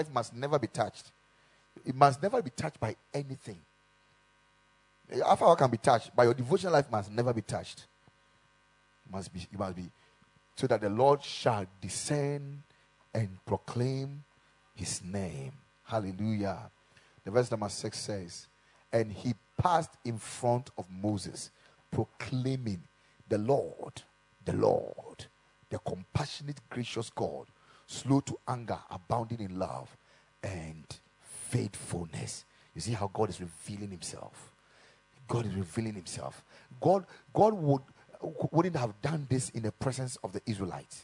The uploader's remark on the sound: Preached at the Ekklesia Chapel.